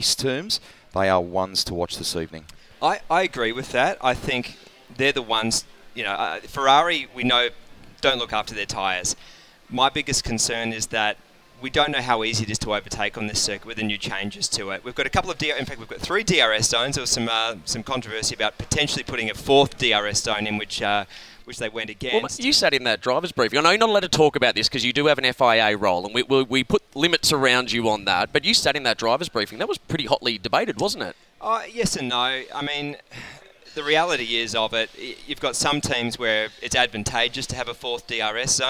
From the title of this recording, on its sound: live from the Singapore Grand Prix